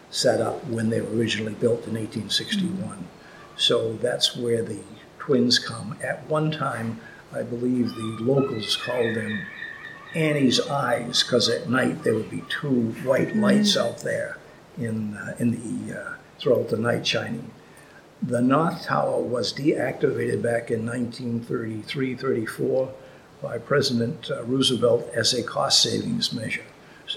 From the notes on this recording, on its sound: The Twin Lights of Thacher Island, Massachusetts. This episode includes historic audio recorded in the 1980s, as well as audio from a recent visit to the island.